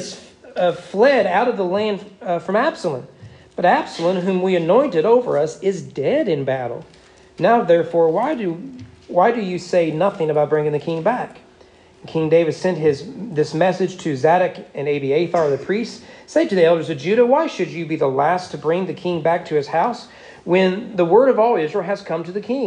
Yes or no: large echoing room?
yes